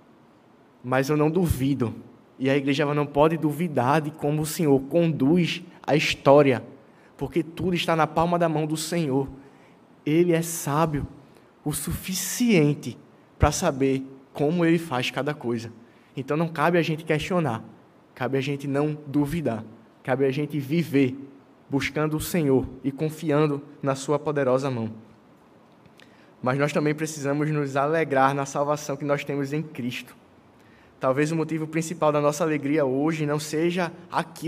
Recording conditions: large echoing room